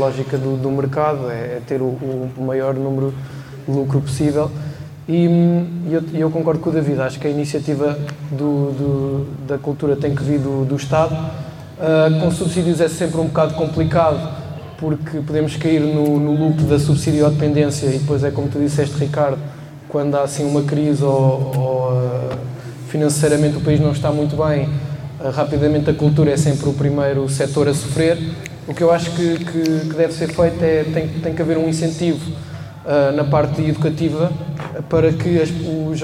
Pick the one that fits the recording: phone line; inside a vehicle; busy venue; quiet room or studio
busy venue